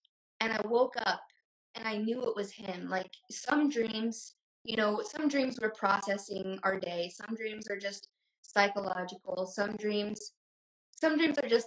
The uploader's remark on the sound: Invited me onto her IG Live. The sound is a bit corrupted on the podcast.